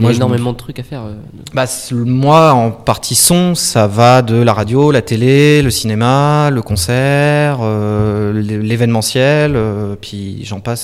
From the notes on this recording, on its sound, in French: Interview réalisée en direct le forum de l'orientation du lycée